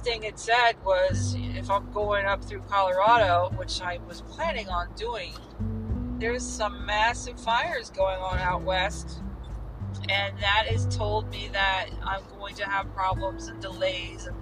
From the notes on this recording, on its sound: On the Road to Vegas! 2500 miles of who knows what to expect! Recording straight to the Anchor app! No studio this time but we are out of the studio!